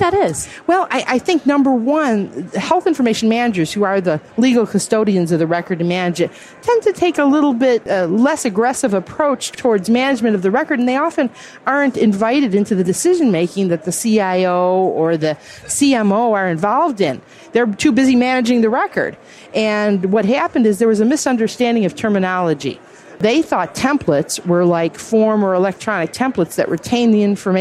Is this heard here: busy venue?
yes